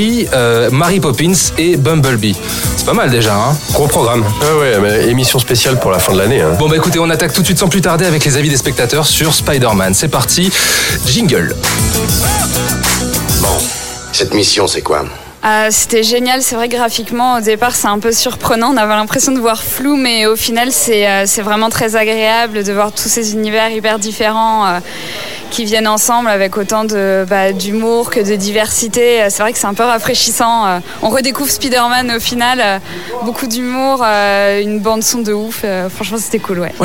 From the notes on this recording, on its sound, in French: Enregistré au Hurling pub (8 Rue Descartes, 75005 Paris), le samedi 15 décembre 2018.